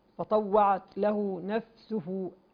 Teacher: الفاء والسين والهاء حروف مهموسة. نراعي ما يتحوش على بعض يعني.